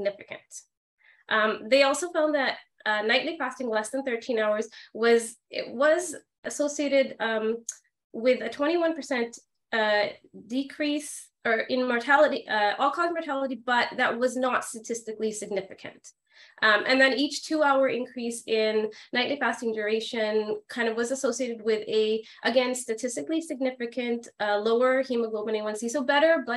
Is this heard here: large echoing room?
no